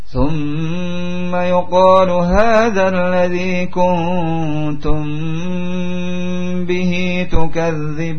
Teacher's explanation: Didengungkan mim sukun setelahnya ba. · Term: ikhfa syafawi